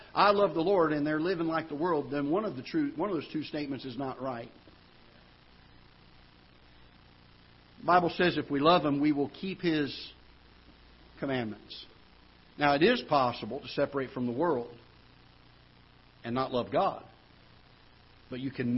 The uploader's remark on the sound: Ketha Heights Baptist Church ~ Live Broadcast